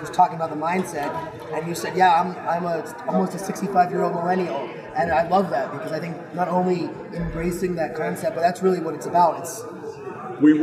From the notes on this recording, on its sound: live at IBM InterConnect